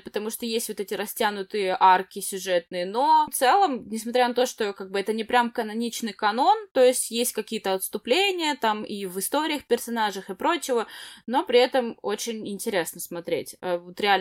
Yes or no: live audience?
no